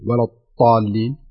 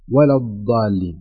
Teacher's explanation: يعني هذه من الأشياء التي ننبه عليها دائما، وهذا يوقع الناس في شيئين، إما أن يكون مبالغة كأن يقول ولا الطالين وينطقها طاء، أو يكون تفريط ويقول ولا الضالين وينطقها دال، وبعضهم يتساهل فيها وينطقها ضاء ولا الضالين، وهذا كله خطأ.